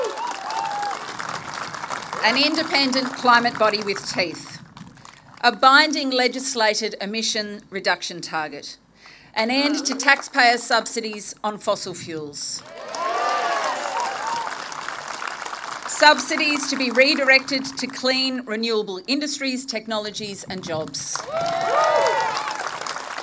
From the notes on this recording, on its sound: Live Campaign Launch Speech Recording. This recording took place on April 10th, 2022, with an audience of 1200 community members.